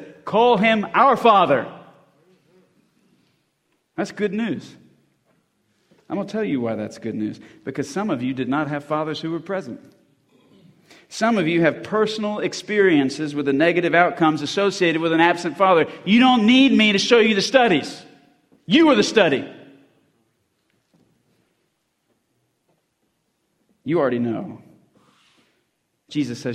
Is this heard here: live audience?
yes